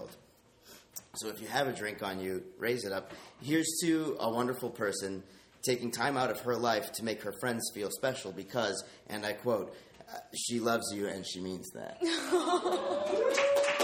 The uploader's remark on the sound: Getting laughs from a live audience and being flanked by some other incredible past guests along the way.